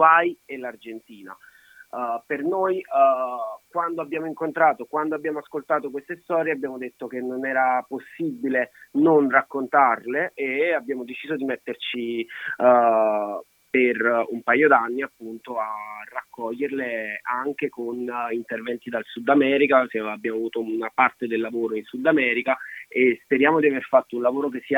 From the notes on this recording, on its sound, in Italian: in diretta da Oregon, Stati Uniti